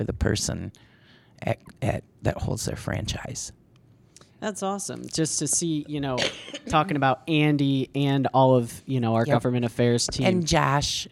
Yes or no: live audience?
no